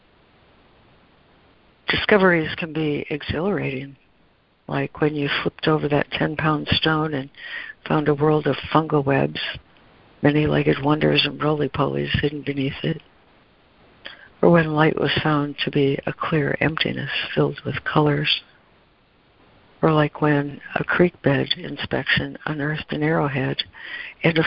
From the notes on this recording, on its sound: ACIM Daily Conference Call